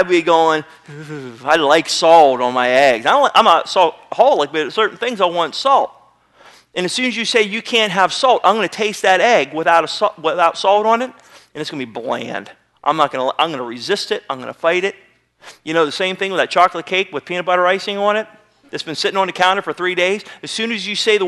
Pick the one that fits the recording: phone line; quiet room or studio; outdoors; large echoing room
large echoing room